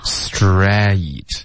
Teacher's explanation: 要张开进入一个 a 的音 OK a 的音上指跟下指大概有一个半手指的宽度 stra 从这个 a 再咬下去到一个 e 的音导致一个双元音的滑动